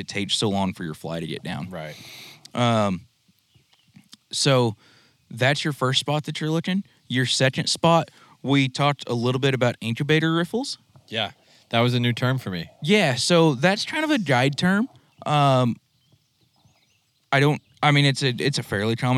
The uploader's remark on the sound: We hit the water and sat riverside